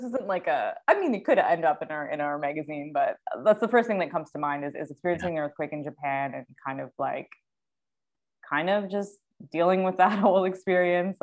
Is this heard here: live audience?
no